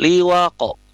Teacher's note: Jadi tapi pada saat dia sukun, posisinya sukun, maka pantulannya adalah tebal. Jadi setengah vokal yang tebal itu adalah liwaqo, bukan liwaqe ya.